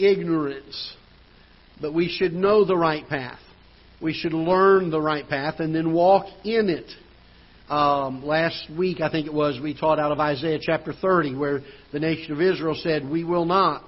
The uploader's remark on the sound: Ketha Heights Baptist Church ~ Live Broadcast